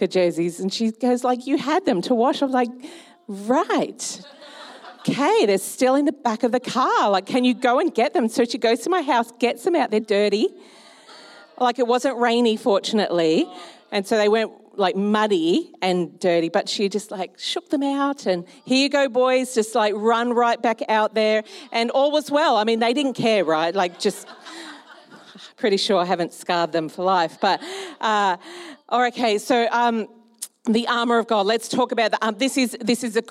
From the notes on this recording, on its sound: Recorded during our Melbourne East service on Sunday, the 2nd of April 2023